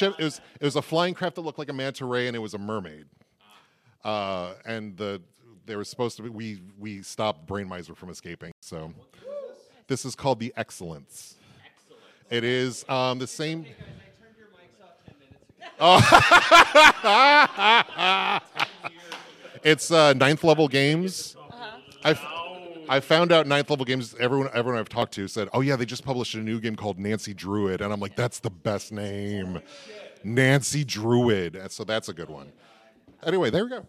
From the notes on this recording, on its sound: Live from OrcCon 2024 at the Hilton LAX in Los Angeles! A great panel show with members of our audience. Since it is a live event, the audio quality is not the same as our normal episodes recorded in our studio.